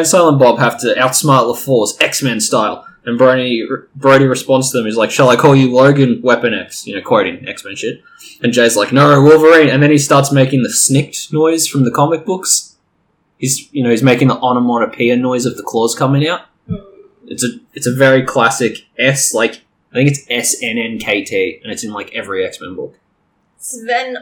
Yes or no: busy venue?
no